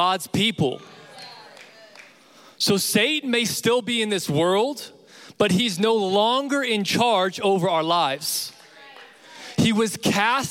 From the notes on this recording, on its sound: Recorded live from Capital Young Adults.